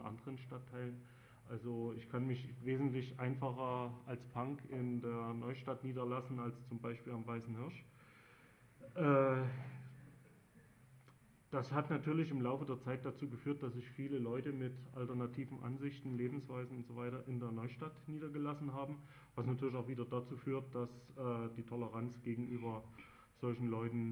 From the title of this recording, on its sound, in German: Datenspuren 2007 Mitschnitte